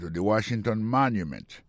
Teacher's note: le mot Washington, l'accent tombé sur le premier syllabe là